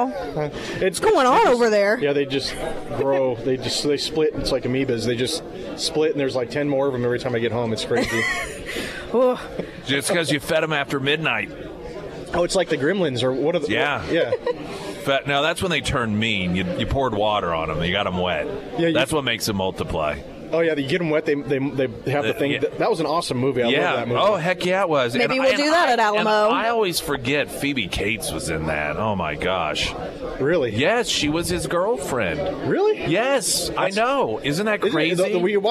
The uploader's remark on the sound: live at Scramblers Diner for the Friday Road Show